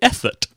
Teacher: I now replace the F sound with the TH sound quite often